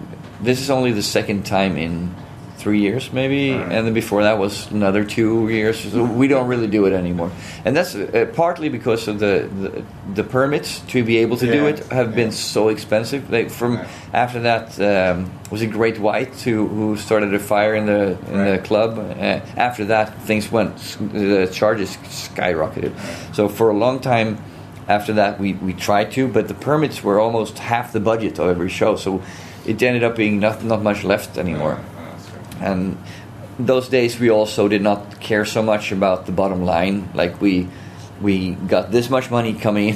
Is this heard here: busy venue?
yes